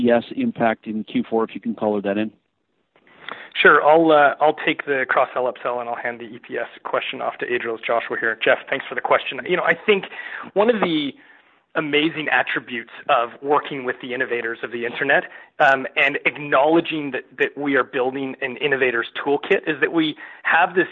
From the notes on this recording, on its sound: Q3 2020 Earnings Conference Call